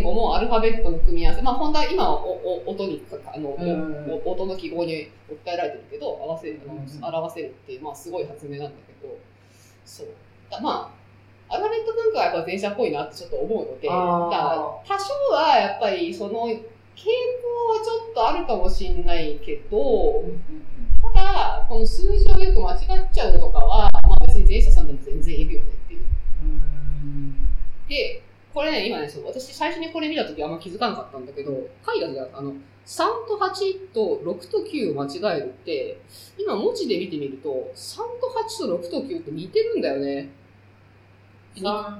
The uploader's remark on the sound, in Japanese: 今回ちょっと音質が悪いです